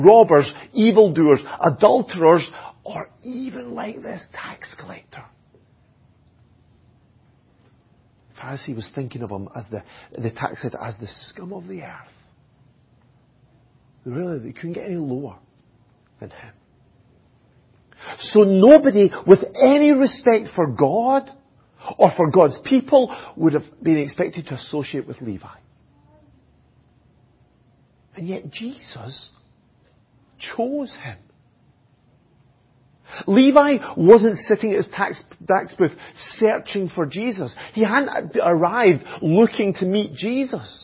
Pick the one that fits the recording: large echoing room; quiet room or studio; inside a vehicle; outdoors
large echoing room